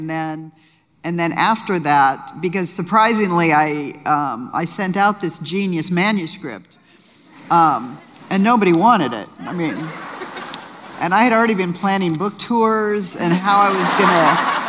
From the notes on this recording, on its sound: LIVE conversation. With an audience Q&A.